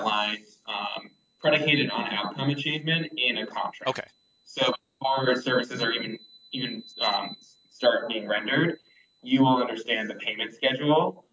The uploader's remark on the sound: Recording quality = a little down because of connectivity issues